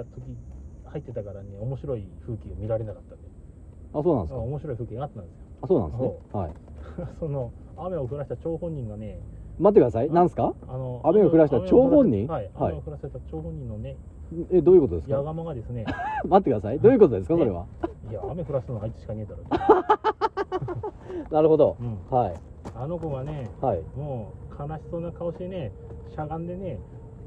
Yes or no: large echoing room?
no